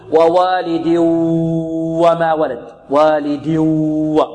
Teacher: بعض الطلاب يدغم بدون غنة، يأتي بإدغام ومط، يعني يمد، يدغم ويمد ويمط بدون غنة، هكذا يقول ووالد وما ولد، والد و، وهذا خطأ.